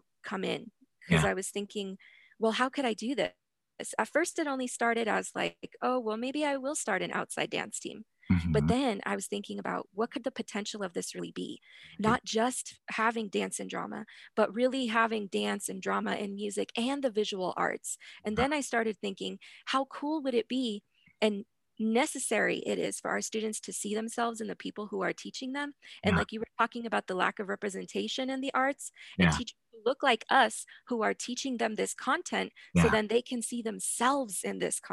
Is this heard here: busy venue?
no